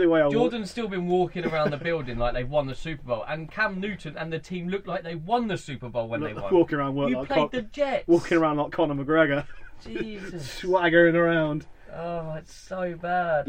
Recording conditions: inside a vehicle